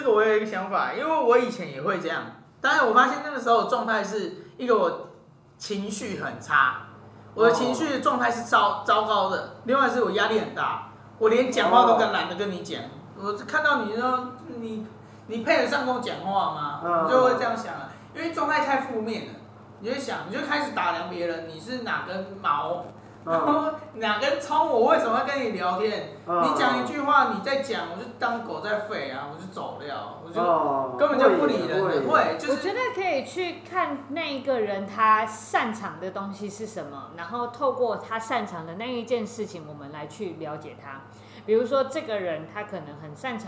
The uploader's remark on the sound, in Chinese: 錄音地點｜ 藍色咖啡館 108台北市萬華區大理街131號。